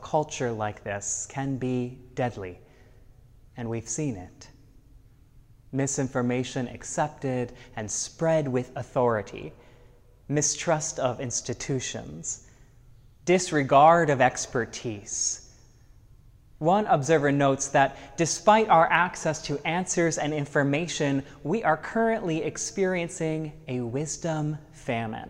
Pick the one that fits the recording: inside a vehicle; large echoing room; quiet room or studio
large echoing room